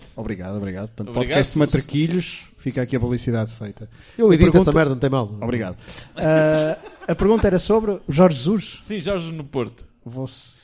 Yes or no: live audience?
yes